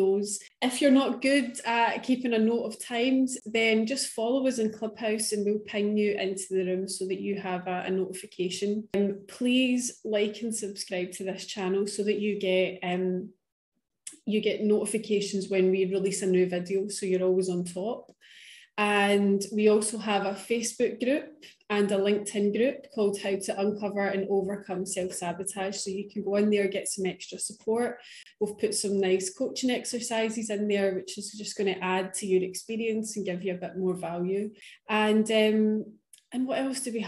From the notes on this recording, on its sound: LIVE Q&A: Clubhouse